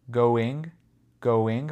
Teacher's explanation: Parfois, je saute le deuxième G